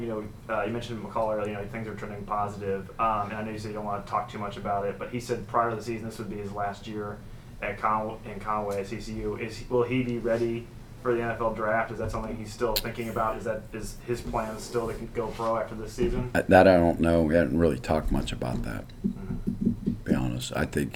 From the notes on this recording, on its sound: Postgame press conference following Texas State win.